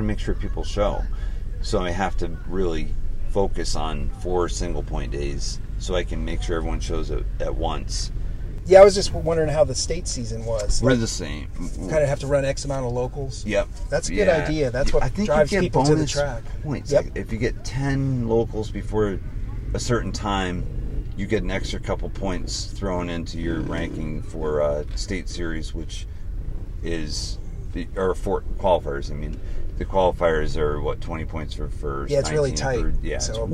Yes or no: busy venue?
yes